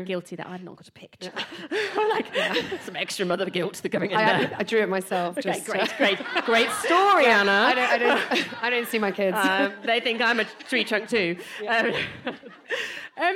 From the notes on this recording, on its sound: recorded at Squiggly Careers Live on October 17th